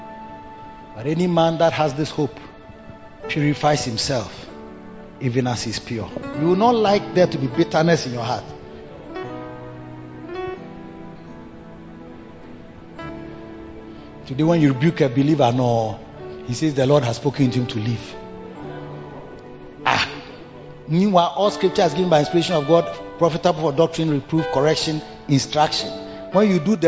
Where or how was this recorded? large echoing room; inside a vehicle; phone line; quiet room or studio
large echoing room